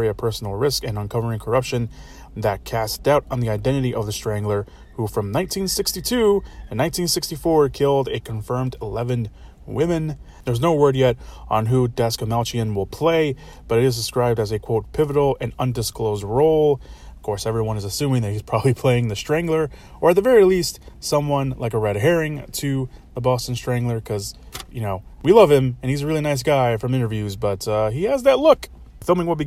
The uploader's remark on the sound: Forgive me again, for the scuffed audio on this one. I recorded this from my car, with the window cracked, which obviously not ideal for podcast recording but I did my best.